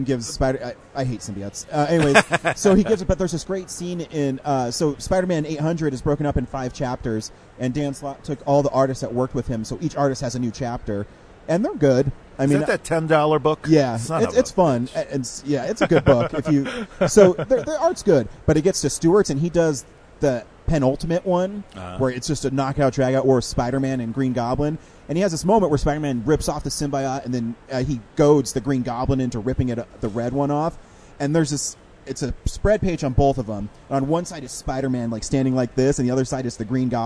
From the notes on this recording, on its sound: at Denver Comic Con 2018